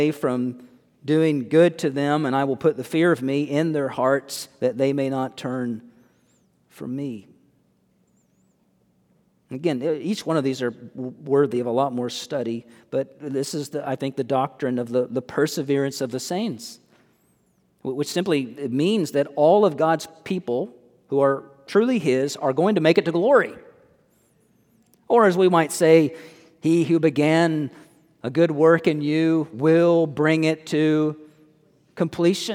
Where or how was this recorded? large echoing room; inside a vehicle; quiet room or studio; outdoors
large echoing room